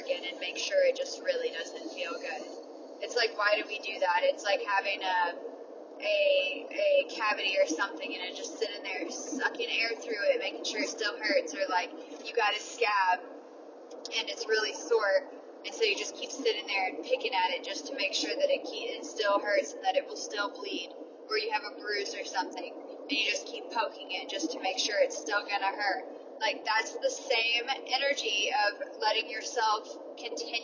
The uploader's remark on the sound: It is little off the cuff riffs with me in my car during my commute. These episodes are not about sound quality. I am well aware that it is far from professional sounding.